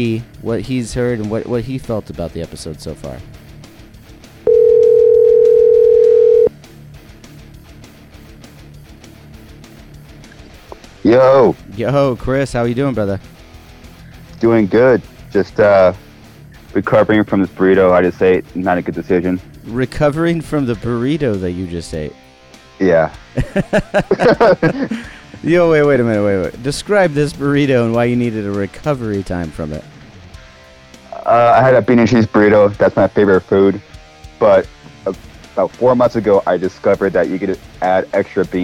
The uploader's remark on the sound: hops on the phone for a follow up chat